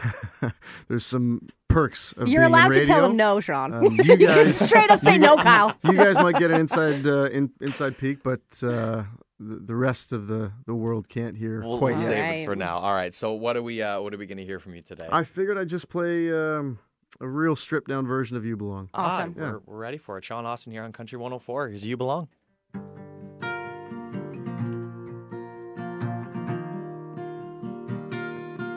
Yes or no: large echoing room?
no